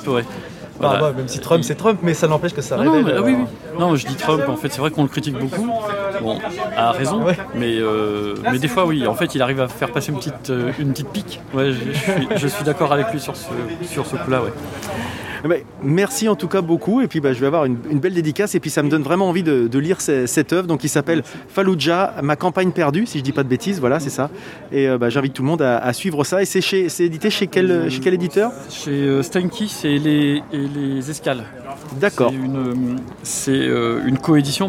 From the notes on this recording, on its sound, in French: Cette année, en raison des conditions sanitaires, nous n'avions pas de studio sur place. Un festival qui, une fois n'est pas coutume, s'est déroulé en extérieur. Au lieu de faire venir les personnes à notre micro, d'aller tendre le micro là où se trouvent les différents intervenants du festival.